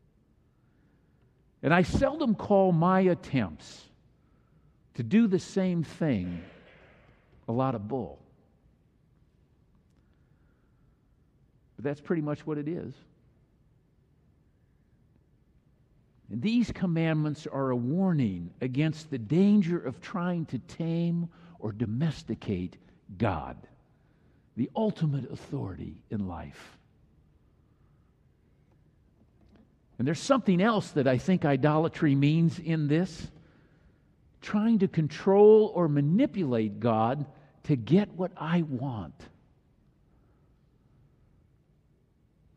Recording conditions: large echoing room